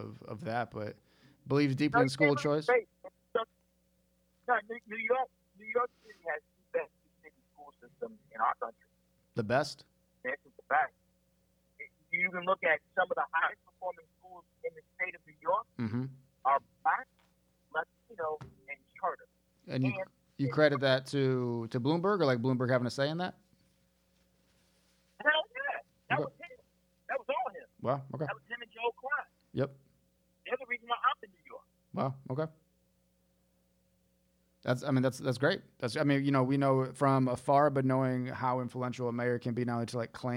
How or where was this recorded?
phone line